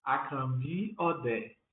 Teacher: Acambi Odé, porque o meu primeiro nome tem tom baixo e alto e o meu segundo nome tem tom médio